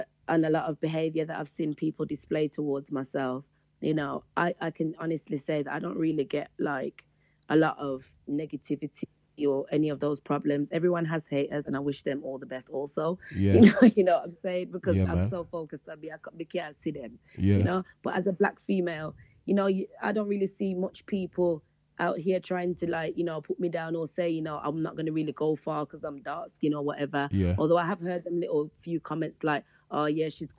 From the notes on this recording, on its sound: We had a phone interview.